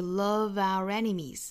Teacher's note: our 尾音呢就是有一个 r 的发音，那跟后面元音再一连读就会变成 r ourenemies。Love our enemies. · Term: 辅加元连读